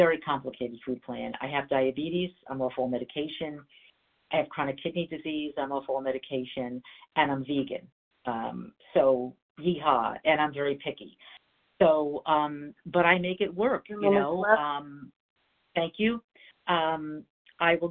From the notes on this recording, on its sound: from the 100 Pounders Phone Meeting